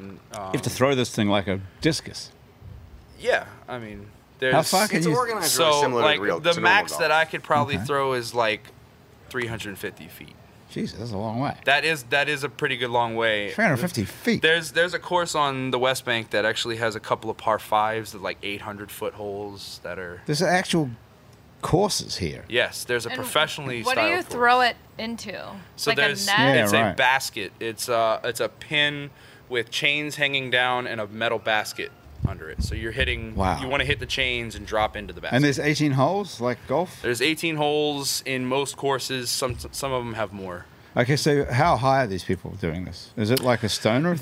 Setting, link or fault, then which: setting, outdoors